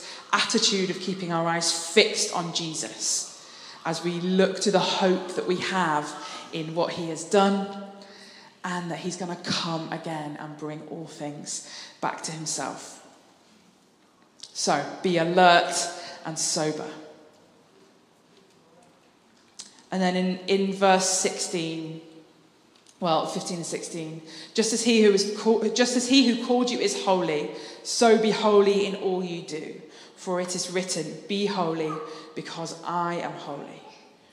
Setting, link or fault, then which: setting, large echoing room